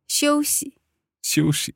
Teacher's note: Okay, so that's a neutral tone at the end there.